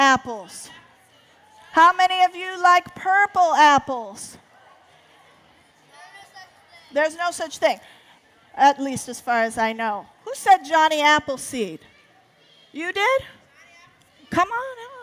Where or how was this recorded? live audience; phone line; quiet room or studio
live audience